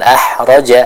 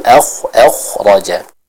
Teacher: huruf kho dijelaskan pengucapannya dari tenggorokan bagian atas · Shown in: second take